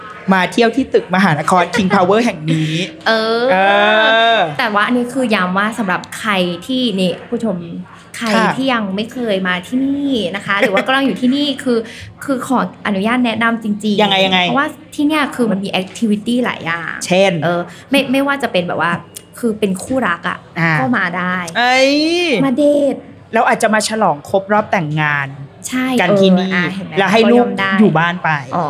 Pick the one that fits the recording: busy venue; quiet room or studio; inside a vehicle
busy venue